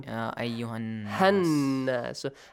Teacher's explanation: But the next word has a hamzatul wasl and lam ta'rif and then nun mushaddad. Here you skip the alif mad. Ha becomes shorter. Ha. Then join it with the nun.